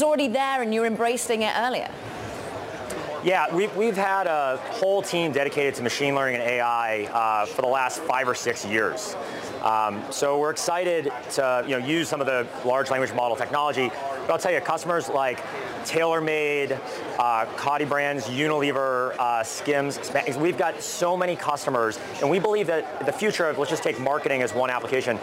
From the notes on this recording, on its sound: live from the floor of the New York Stock Exchange